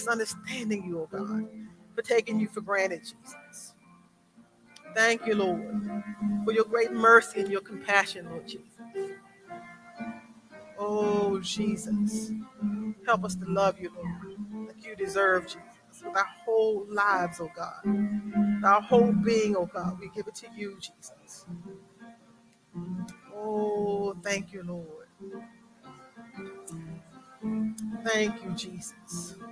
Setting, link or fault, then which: setting, large echoing room